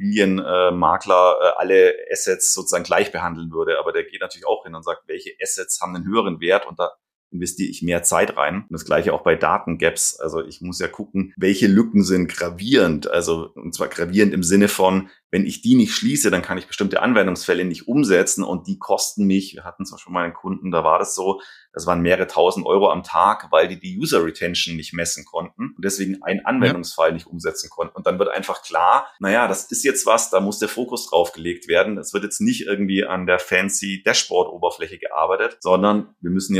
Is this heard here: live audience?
no